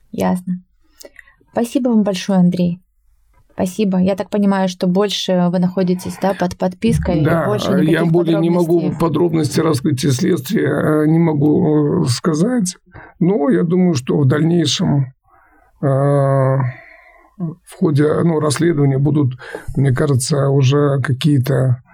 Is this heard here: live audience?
no